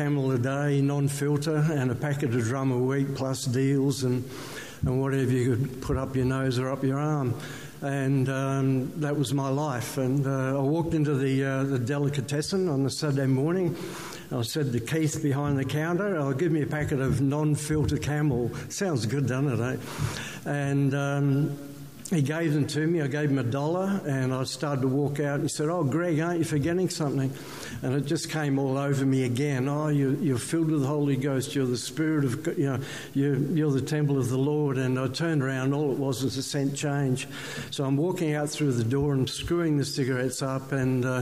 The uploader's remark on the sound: One of the highlighted testimonies from the ACT/NSW Revival Fellowship conference held in Newcastle June-2018.